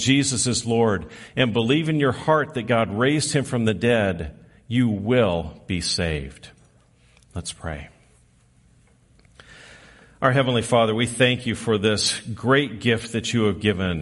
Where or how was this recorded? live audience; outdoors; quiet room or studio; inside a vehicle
live audience